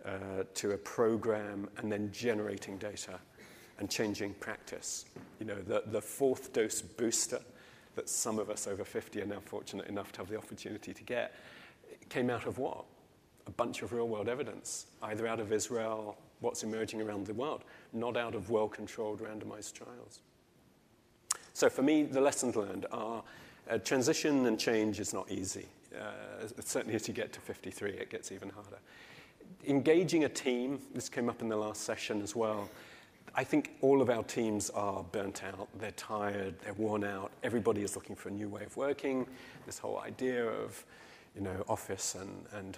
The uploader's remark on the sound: In this session recorded at CMO Summit 2022